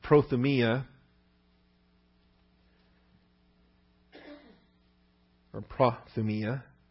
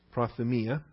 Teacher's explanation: I like to pronounce my omicrons with a short O sound. Accent is on the iota.